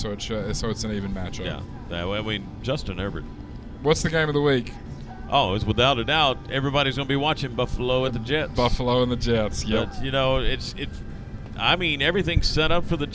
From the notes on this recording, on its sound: We were live from Hops today!